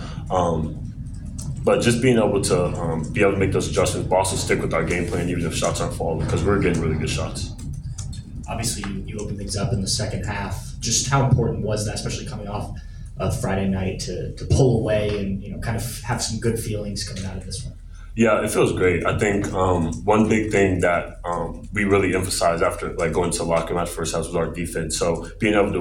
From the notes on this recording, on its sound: Throughout the year, Land-Grant Podcast Network will be bringing you uncut audio primarily from Ohio State press conferences, but also from individual interview sessions.